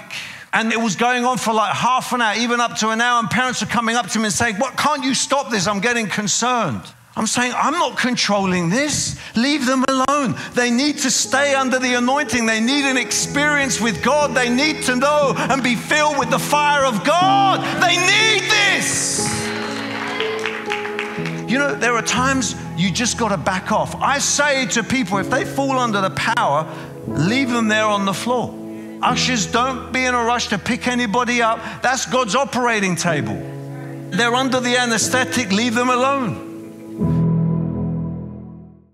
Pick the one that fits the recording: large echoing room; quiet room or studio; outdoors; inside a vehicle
large echoing room